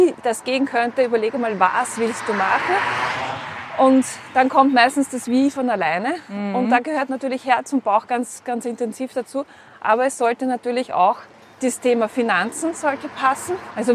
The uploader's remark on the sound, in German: Sie besuchte mich Anfang Mai hier an der Ostsee. Unser GEHspräch wird begleitet von so einigen Nebengeräuschen (für einen Sonntagnachmittag auf dem Dorf ganz schön viele).